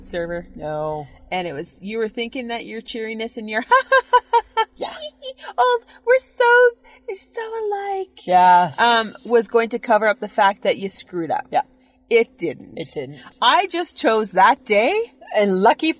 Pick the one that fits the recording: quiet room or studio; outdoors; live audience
outdoors